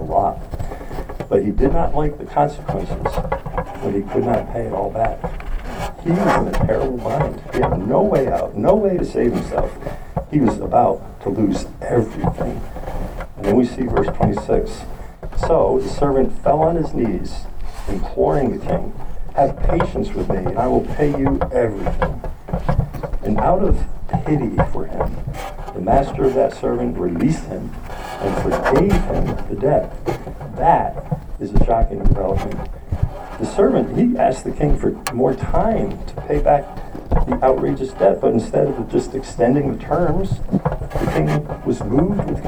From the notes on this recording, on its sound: We apologize for the poor audio quality.